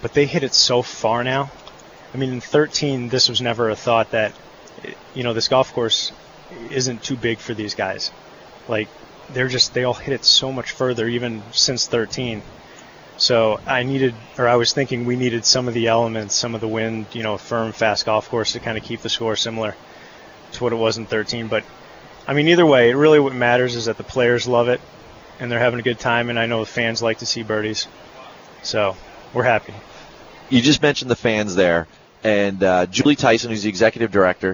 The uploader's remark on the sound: On the road this week broadcasting "live" from the FedEx Cup playoffs, The Northern Trust. The amazing LNGC venue.